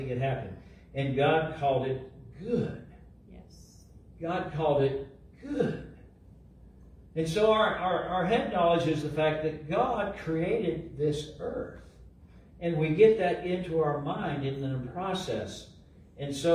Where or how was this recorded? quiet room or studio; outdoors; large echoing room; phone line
large echoing room